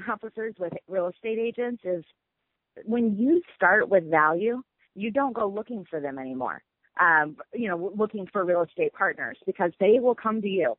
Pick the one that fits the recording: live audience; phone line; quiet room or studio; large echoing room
phone line